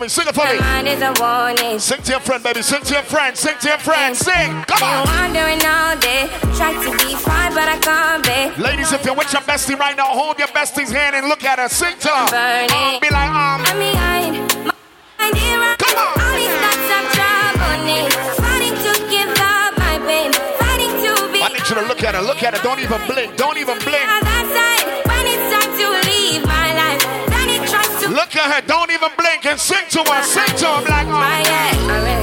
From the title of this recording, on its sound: Tropical Fridayz 11/4/22 (LIVE AUDIO)